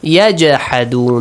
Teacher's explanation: يَوْمِهِمْ هَذَا وَمَا كَانُوا بِآيَاتِنَا يَجَحَدُونَ That's قال the last one. قَلْقَلَ Echo the sound of jim, which is sakin.